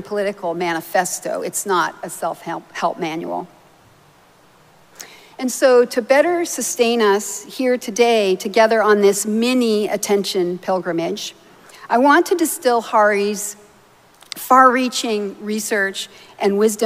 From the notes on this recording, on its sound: Recorded live at Arlington Street Church, Sunday, August 13, 2023.